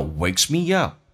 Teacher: me 跟 up 中间可以加个半元音加个 y